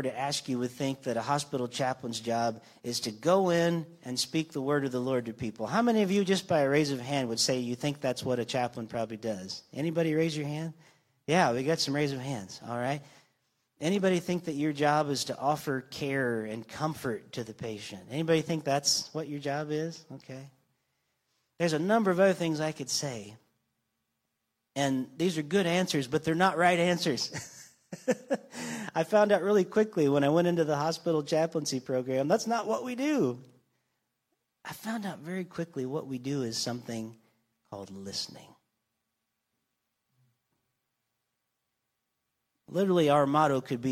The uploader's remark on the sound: This week’s episode was recorded live on Sunday Morning, June 11th, 2023, from North Vernon, Indiana, at the Church of the Nazarene.